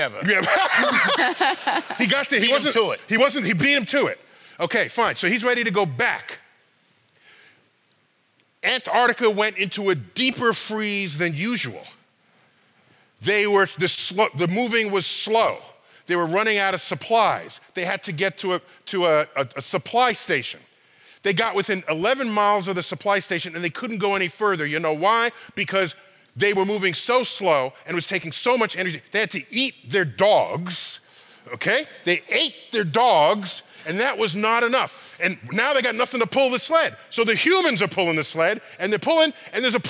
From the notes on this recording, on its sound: Playing with Science at BAM. Record live at “StarTalk at BAM: Science is Everywhere.”